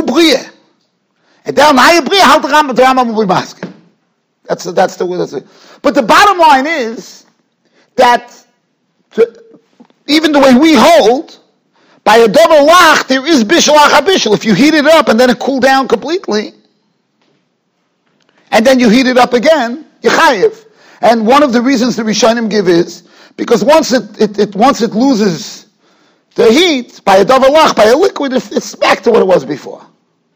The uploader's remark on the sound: Shiur recorded in Yeshivas Ohr Reuven, Monsey, NY.